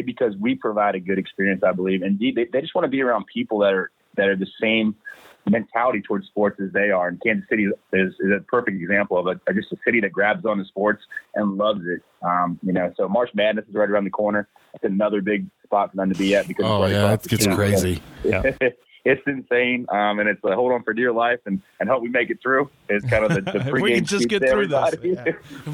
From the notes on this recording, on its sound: for a quick phone call